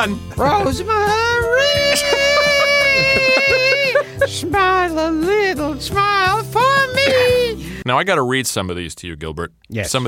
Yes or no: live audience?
no